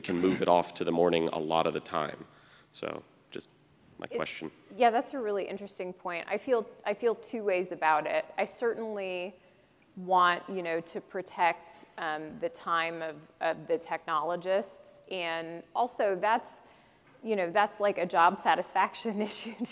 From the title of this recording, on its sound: Live from the 2023 ASHI Annual Meeting